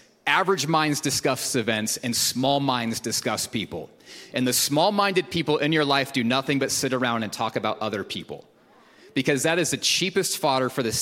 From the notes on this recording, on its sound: Recorded at Hope Church in Springfield, MO.